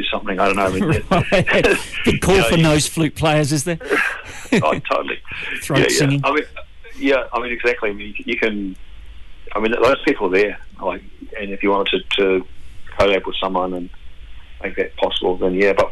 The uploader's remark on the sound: Is LIVE on the phone.